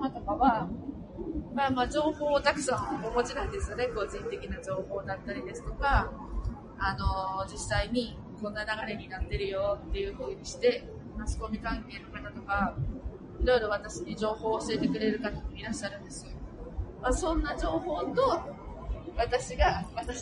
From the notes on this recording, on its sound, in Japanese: 新幹線の車中で収録をしたので。かなり雑音が入って聞きづらいですが、。